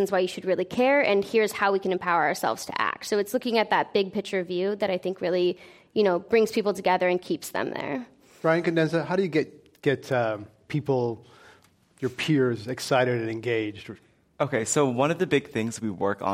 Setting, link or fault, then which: setting, live audience